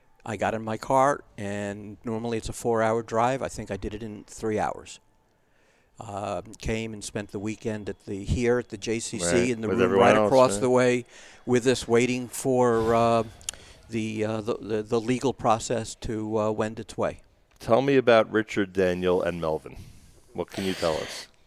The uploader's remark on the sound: Live from The JCC of Greater Pittsburgh.